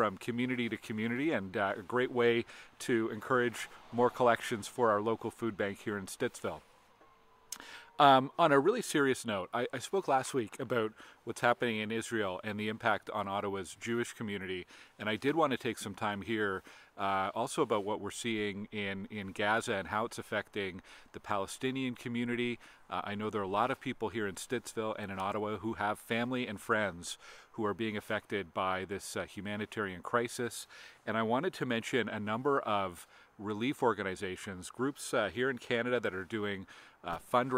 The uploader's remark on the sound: Recorded in front of a haunted house on Allan Moore Place in Potter’s Key.